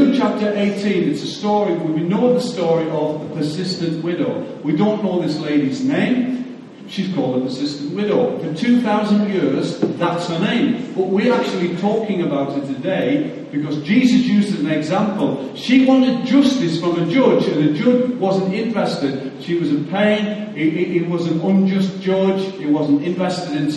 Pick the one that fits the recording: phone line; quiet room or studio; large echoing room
large echoing room